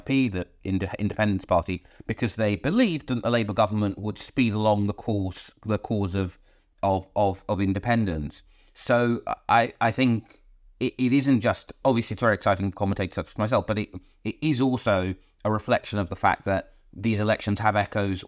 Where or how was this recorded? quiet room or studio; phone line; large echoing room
quiet room or studio